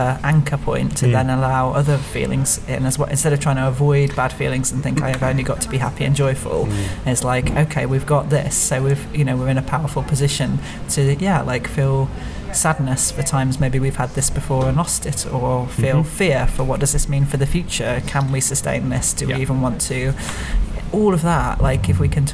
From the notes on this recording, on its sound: We recorded this a few weeks ago - in a pub